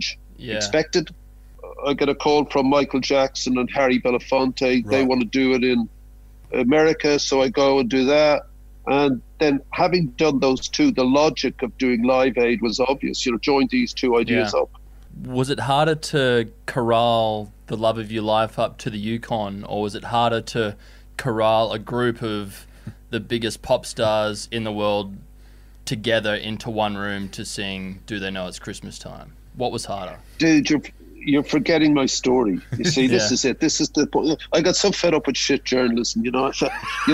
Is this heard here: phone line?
yes